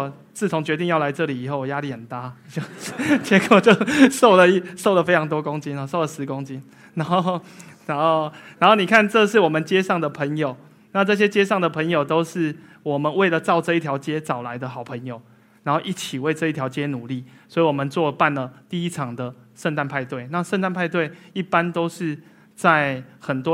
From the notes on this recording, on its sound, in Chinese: 一席现场